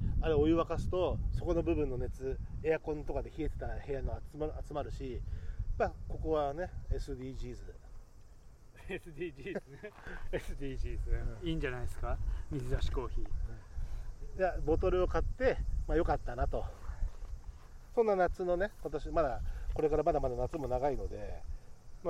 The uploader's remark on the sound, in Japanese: 午後の河原にて。時折風の音でお聞き苦しいところもあると思いますが、ご容赦ください。